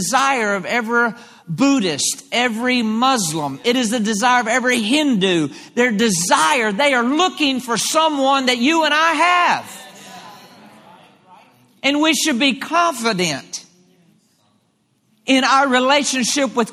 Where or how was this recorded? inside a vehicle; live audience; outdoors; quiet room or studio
live audience